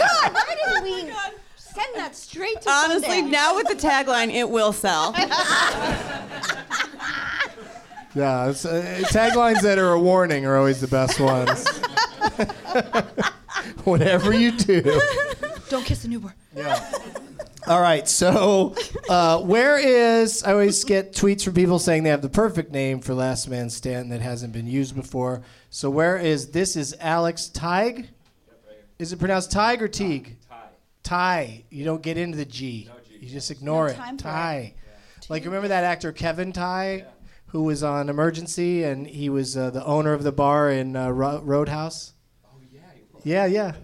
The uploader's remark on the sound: Live from the NerdMelt Showroom in Los Angeles.